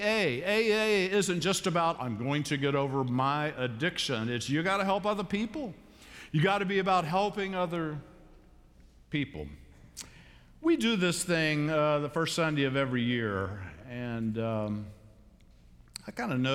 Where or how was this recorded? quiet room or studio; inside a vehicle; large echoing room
large echoing room